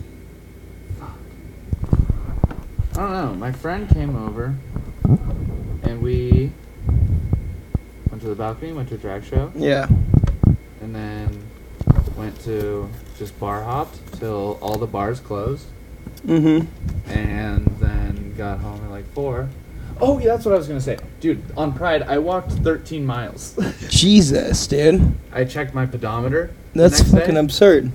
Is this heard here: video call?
no